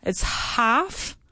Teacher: we don't say the L